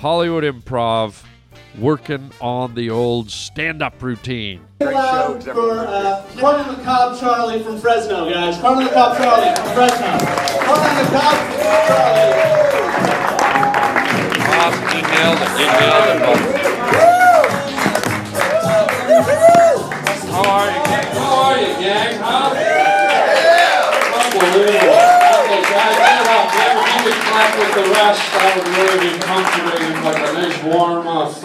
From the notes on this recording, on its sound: Interacts with the crowd, LIVE at the Hollywood Improv!